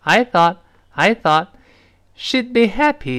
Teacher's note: 最后那个 t 在这当然失去爆破，因为它碰到别的辅音了